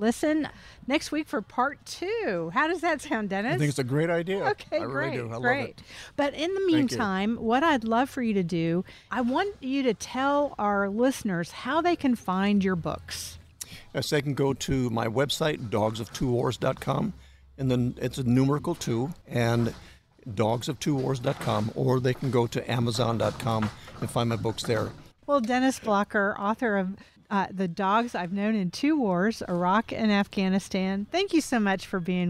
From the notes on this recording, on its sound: Recorded at Wheelers Western Outfitters